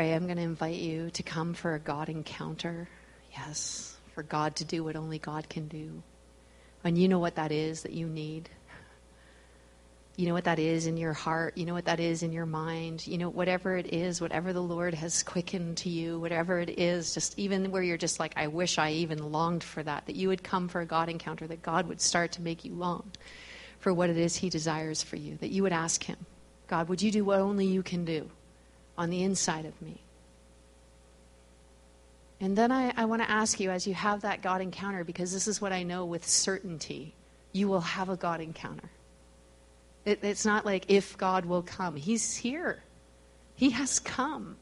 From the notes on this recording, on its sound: we gathered at Victory Church on the Rock in Edmonton, AB.